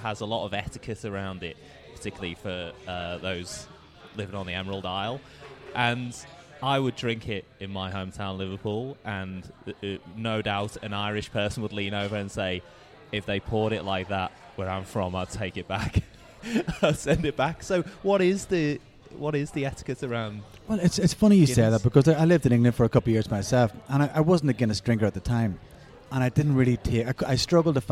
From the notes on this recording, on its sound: The episode was recorded at Beau Kitchen & Cellar